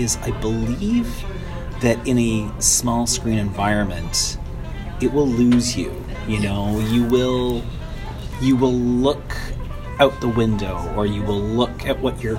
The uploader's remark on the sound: We’re back outside for the first time in six months or so. There were people around, there were distractions, there was traffic…and through it all, a nifty little show emerged! He then sat down for a coffee to talk about his budding film love on-mic.